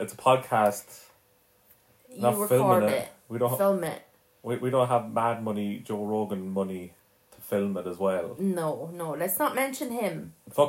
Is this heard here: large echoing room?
no